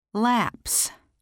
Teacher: S pronounced s when coming after an unvoiced, non-sibilant consonant sound